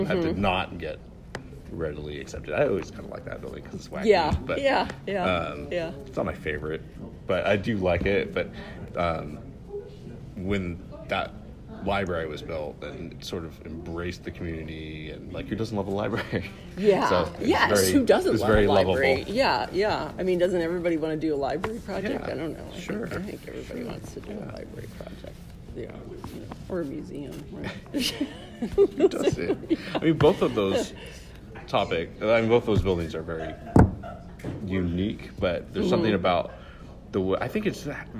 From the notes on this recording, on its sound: This interview took place during the AIA Conference in Las Vegas in 2019.